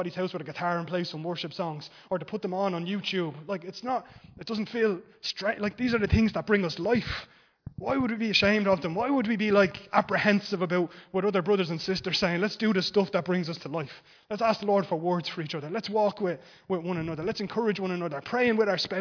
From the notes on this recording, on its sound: Recorded live in Liberty Church on 8 Jan 2023.